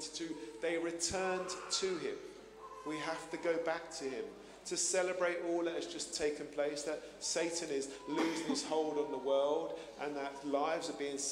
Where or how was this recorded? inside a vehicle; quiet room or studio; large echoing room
large echoing room